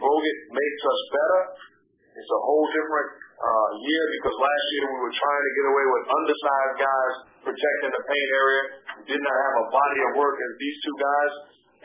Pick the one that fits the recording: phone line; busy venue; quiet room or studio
phone line